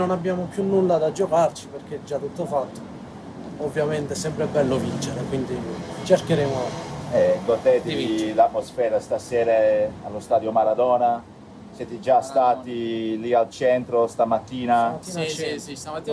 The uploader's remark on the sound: Live from the Stadio Diego Armando Maradona. Stadium ambience, hear what it's like to be there!